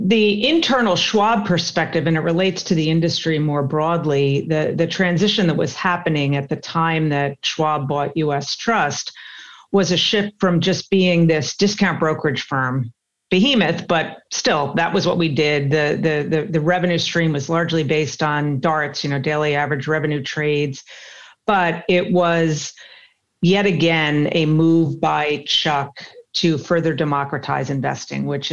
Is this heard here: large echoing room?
no